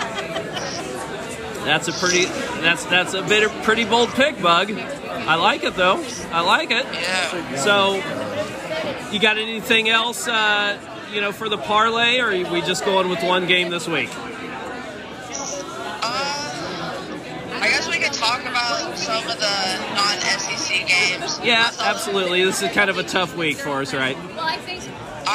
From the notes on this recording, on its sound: On location in Normal, IL from Medici’s.